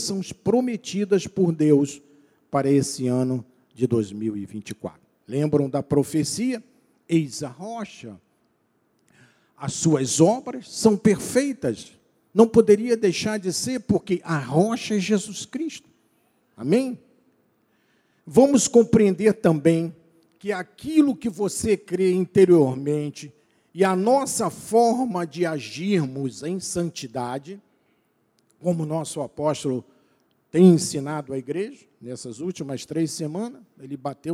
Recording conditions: large echoing room